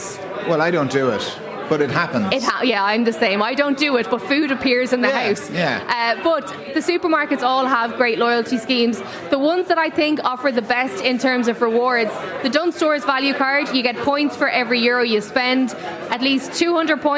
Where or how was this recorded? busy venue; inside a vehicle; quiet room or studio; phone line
busy venue